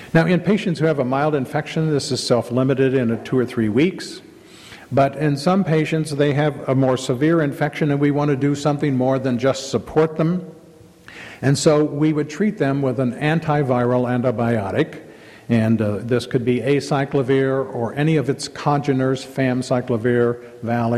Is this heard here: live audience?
yes